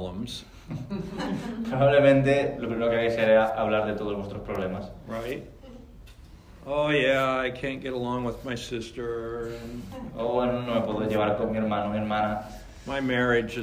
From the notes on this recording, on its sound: VALENCIA LRT. Spoken to a Spanish audience.